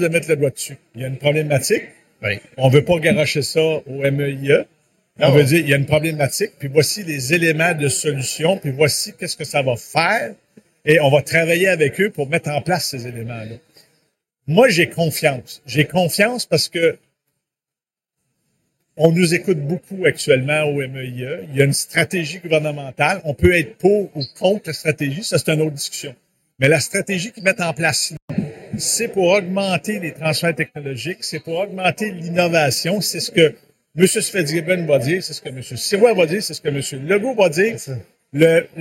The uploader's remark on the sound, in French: En direct du Hardtech à Montréal